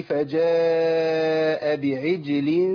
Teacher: امد عندي اربع حركات على الاقل · Term: مد متصل واجب